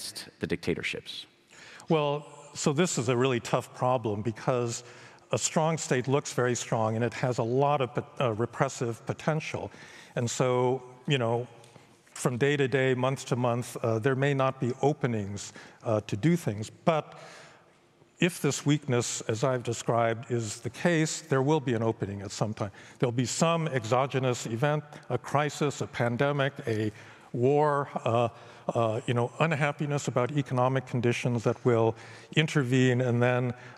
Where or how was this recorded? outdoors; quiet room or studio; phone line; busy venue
busy venue